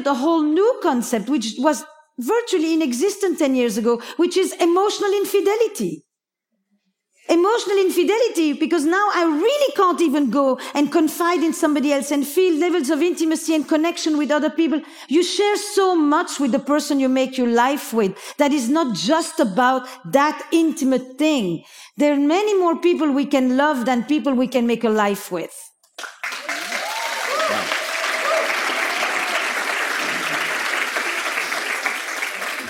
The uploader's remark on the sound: Episode live from Mindvalley's A-Fest Ibiza stage. Have a 3-way round-table discussion.